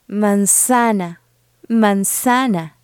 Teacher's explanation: the letter Z doesn't buzz like it can in English. It's not the Z of zebra, but rather the S of sand.